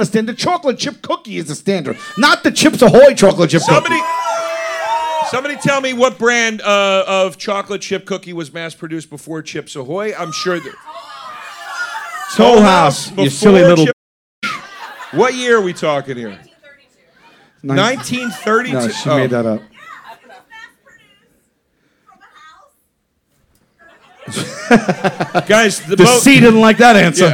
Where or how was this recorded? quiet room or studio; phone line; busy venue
busy venue